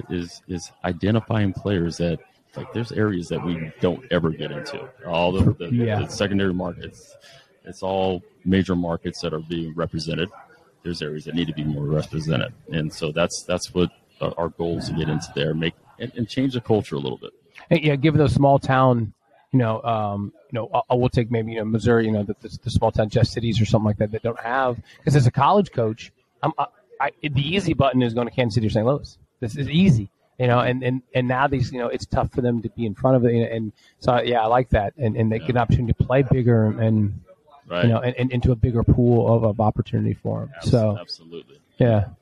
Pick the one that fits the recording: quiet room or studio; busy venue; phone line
busy venue